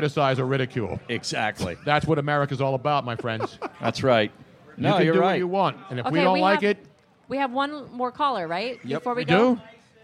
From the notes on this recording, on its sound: LIVE from the JughandleInn. A very special 2yr anniversary show at the Jughandle Inn in Cinnaminson, NJ.